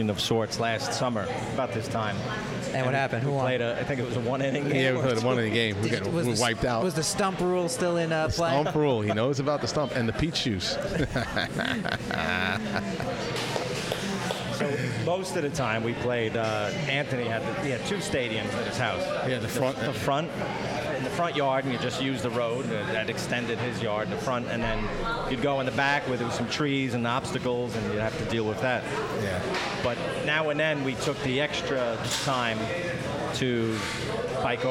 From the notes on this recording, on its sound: Recorded at Patchogue's Donatina's Pizza Cafe. The episode, recorded at Patchogue's Donatina's Pizza Cafe.